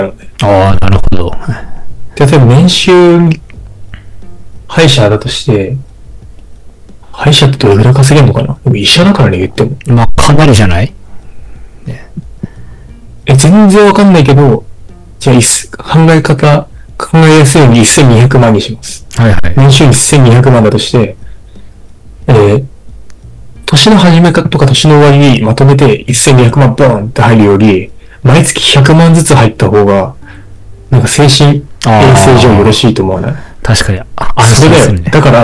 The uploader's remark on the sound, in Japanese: 前回と同様、設定ミスで軍事無線音質です。